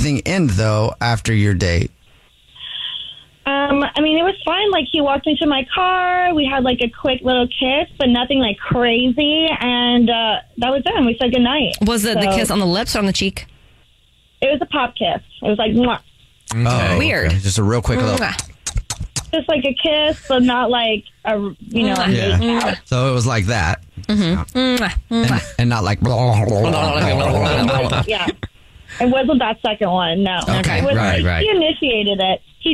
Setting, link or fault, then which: link, phone line